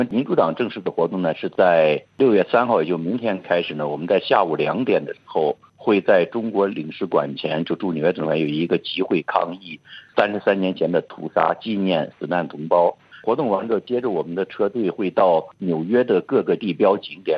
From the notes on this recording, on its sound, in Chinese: 现居住在美国。接受本台的电话采访。